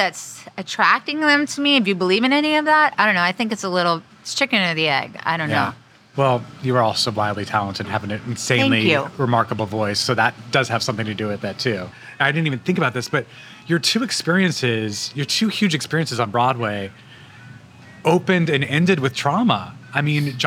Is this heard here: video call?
no